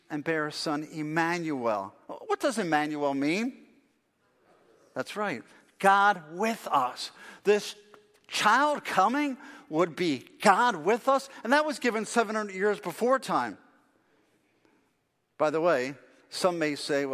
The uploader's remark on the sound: Faith Baptist Church in Hamilton, NJ.